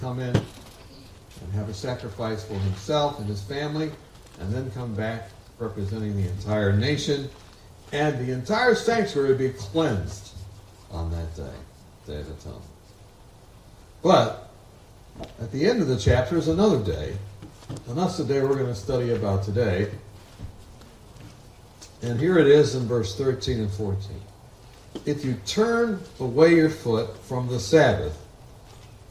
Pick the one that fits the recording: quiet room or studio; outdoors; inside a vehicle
outdoors